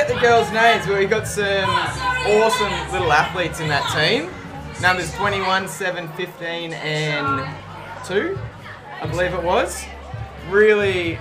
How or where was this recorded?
busy venue